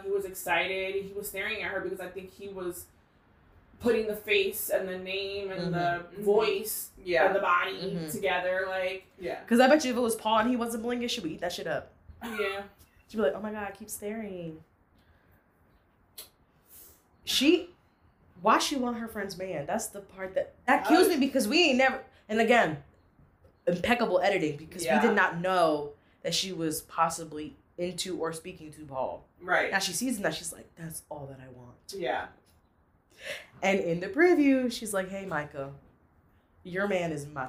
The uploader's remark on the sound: Pardon the audio set-up.